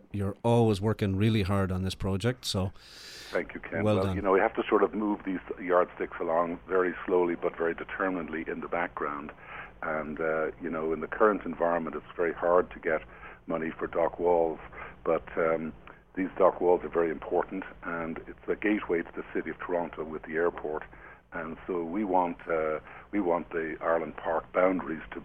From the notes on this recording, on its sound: calls in from the road somewhere between Illinois and Wisconsin